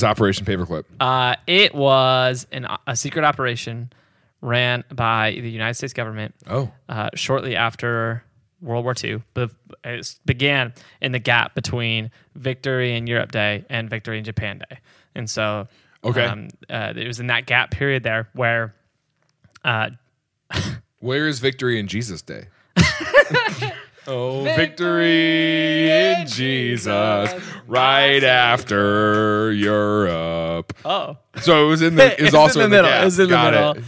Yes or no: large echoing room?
no